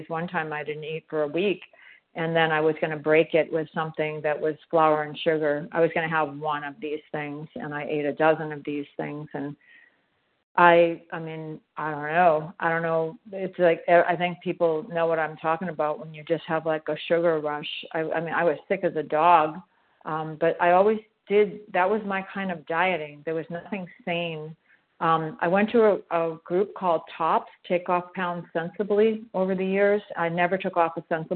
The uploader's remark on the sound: from the 100 Pounders Phone Meeting